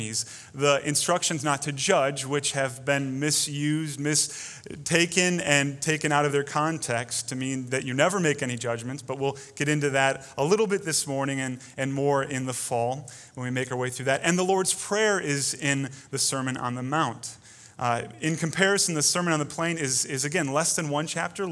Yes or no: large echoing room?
yes